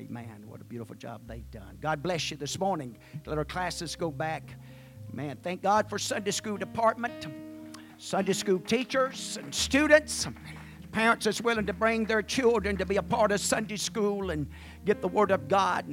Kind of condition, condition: setting, large echoing room